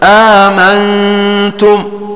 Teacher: فيقرأ بهمزة واحدة محققة في الجميع